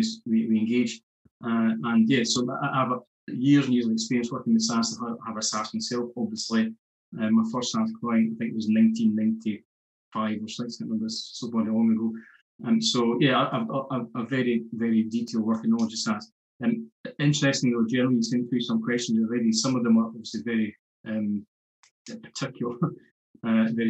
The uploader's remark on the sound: We recently ran an online Q&A session about SSAS pensions and their use for commercial property investments. We recorded the session so you now have a chance to listen in.